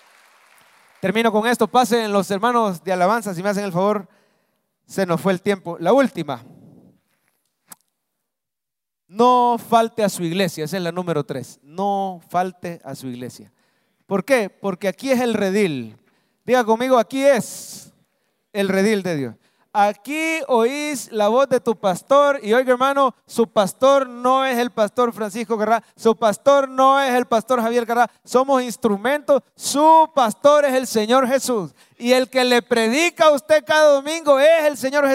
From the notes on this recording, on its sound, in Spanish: Mensaje predicado en vivo desde el Centro Familiar de Adoración, domingo 16 de abril 2023, culto de 9am